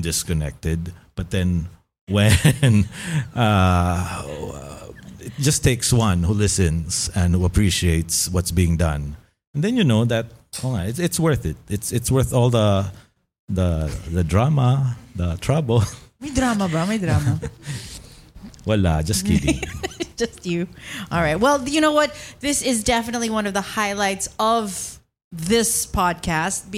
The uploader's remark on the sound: a live audience recording with a few of our closest friends